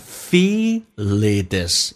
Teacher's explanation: Feel 的 L 跟后面进行连音